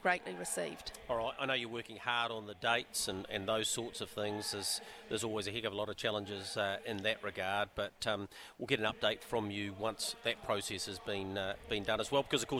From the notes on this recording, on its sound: a 2-hour special live from Karaka